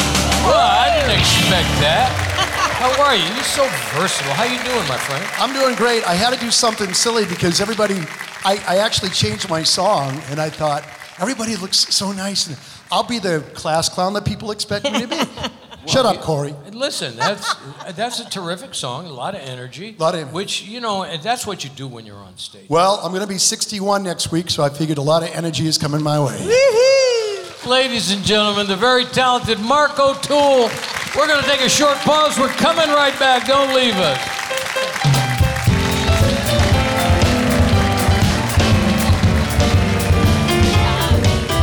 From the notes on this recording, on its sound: Live at the SouthPoint Casino